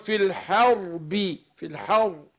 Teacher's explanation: الحاء مرققة والراء مفخمة